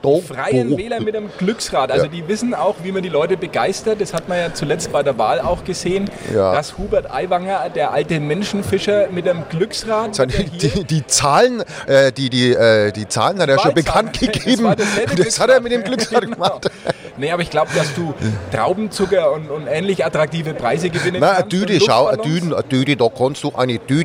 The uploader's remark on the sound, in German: Die Stadtgrenzler live auf der Consumenta.